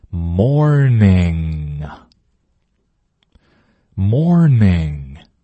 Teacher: will you marryme？你会嫁给我吗？送给你戒指。这个音相信大家已经感受到了，很有难度。来看看口型，它的难度到底在哪儿呢？我们的舌头的位置和口型啊，其实跟这音的音标长得特别像。我们是舌头后面中部和后部拱起来，贴着我们嗓子眼上面，然后用鼻子震动，鼻腔震动发出这个音这是很难的一个音首先要确保自己的舌头中后部是拱起来，拱在上面的因为这个音呢，气儿是从嘴里出不来的，纯靠的是鼻腔震动